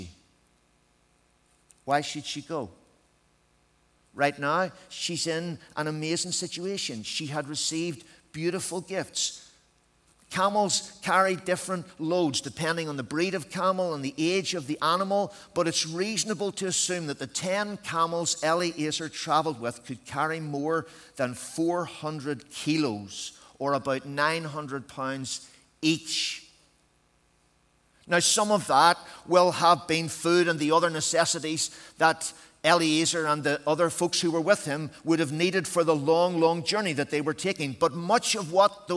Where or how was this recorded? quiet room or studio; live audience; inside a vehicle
live audience